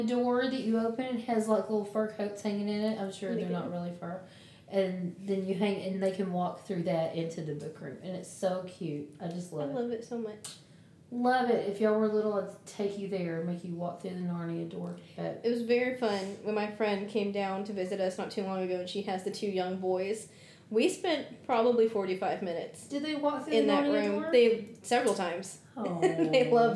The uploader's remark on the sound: We recorded together in my home office for the episode, so forgive the reverb!